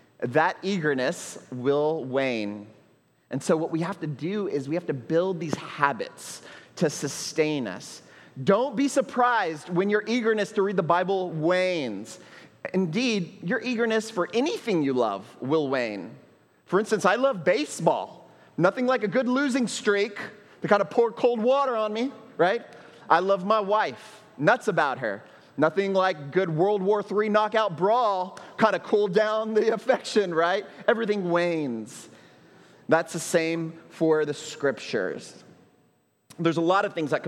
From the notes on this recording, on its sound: at Trinity Church, Puerto Rico